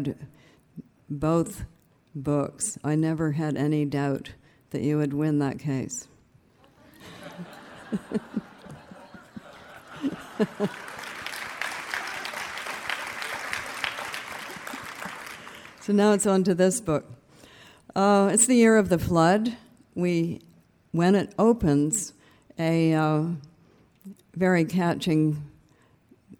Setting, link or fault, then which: setting, live audience